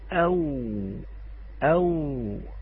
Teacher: نلاحظ أن اللسان يرتفع معها قليلا من الخلف